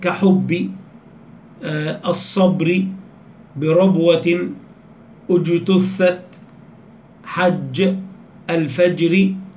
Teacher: أن الشدة حبس الصوت عند النطق بحرفي الباء والجيم كما بينا. فيقول الناظم رحمه الله تعالى: فاحرص على الشدة والجهر الذي فيها، أي في الباء وفي الجيم.